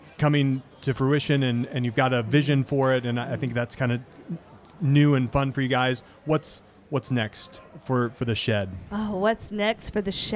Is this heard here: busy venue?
yes